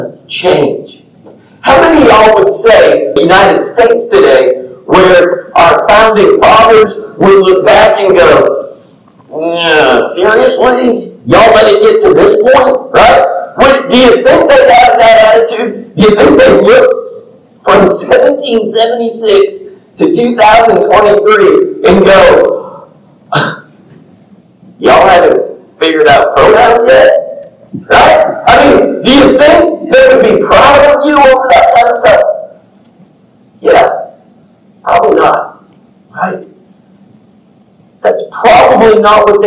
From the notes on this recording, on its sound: The audio isn't the best due to technical difficulties, but this message was too important to not upload. I apologize, and this has since been rectified.